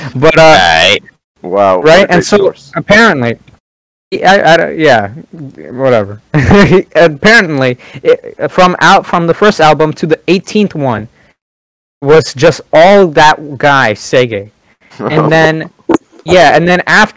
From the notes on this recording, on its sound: With this episode, we had to improvise. Can't come to our studio, so excuse our rough audio.